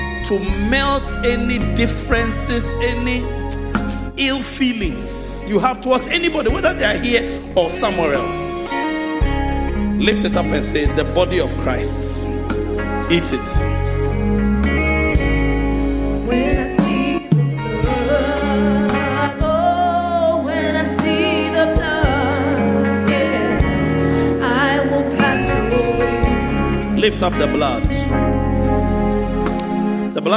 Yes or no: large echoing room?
yes